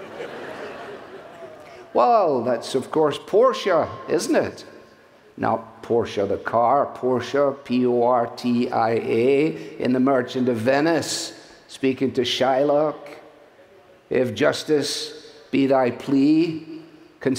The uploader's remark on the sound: from the stage at our Family Leadership Summit